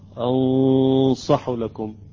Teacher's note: الآن انتبهوا عندما أقرأ حرف الصاد: أنصح لكم يعني تقريبا أتيت بقليل من تفخيم الصاد